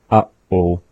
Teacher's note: when we say uh-oh, that the pause in that is happening after the first uh and before oh